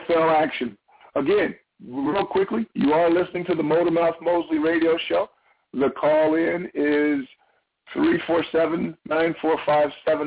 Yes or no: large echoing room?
no